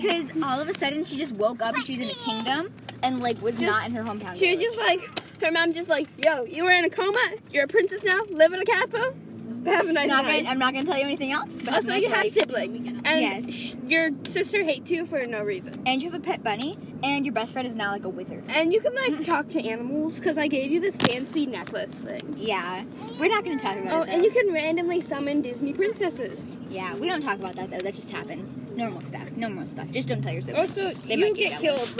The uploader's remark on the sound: In the car.